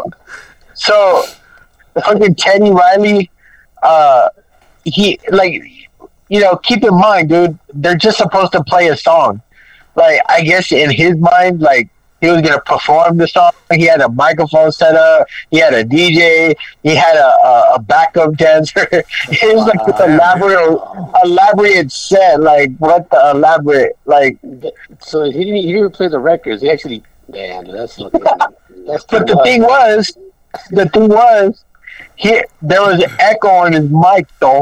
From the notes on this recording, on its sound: At the home of La Clika Podcast GruntCore Studios. We chopped it up on the phone.